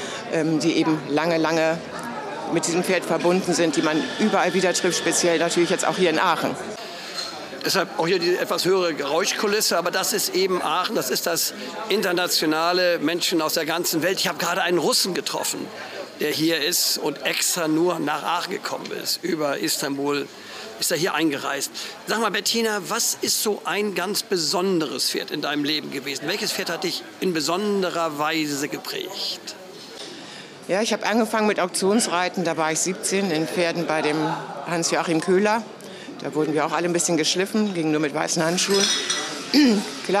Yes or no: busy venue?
yes